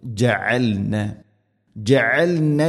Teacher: ജഅൽന ഐൻ തൊണ്ടയുടെ മധ്യഭാഗം.